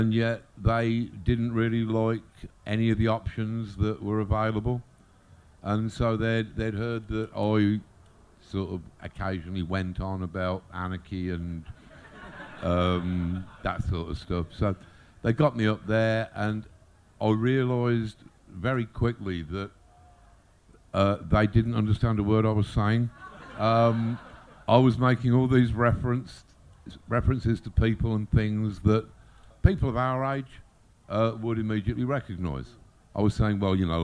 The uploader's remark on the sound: Made a rare appearance at the Odditorium tent in Brighton in May 2016.